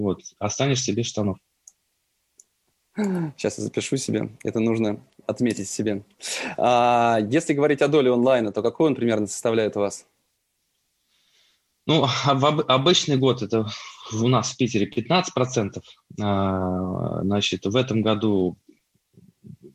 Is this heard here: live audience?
no